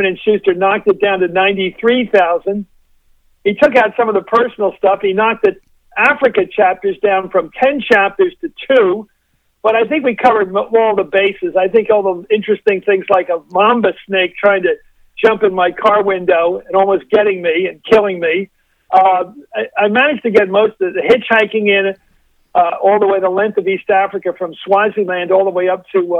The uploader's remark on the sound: called in for a fun and lively chat